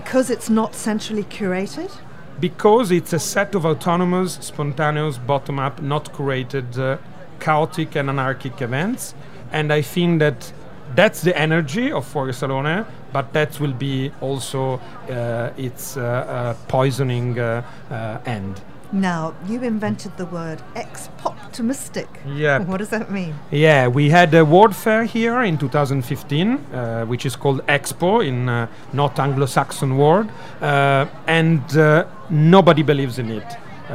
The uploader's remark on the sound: A special weekend edition broadcast live from Salone del Mobile in Milan.